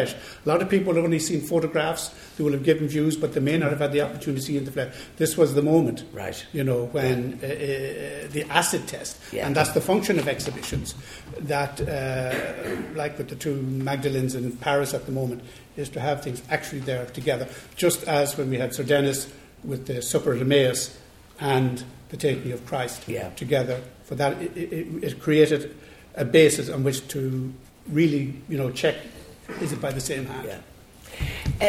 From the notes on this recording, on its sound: Recorded in the National Gallery of Ireland's lecture theatre on 15 November 2018. This live recording.